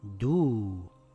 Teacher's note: You pronounce the U sound for two counts. · Term: long vowel